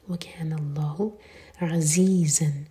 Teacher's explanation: زا پر buzzing sound اور زن پر اظہار، کلیئر پڑھیں گے نون کی آواز کو نہ تو ہولڈ کریں گے اور نہ ہی قلقلہ ہونے دیں گے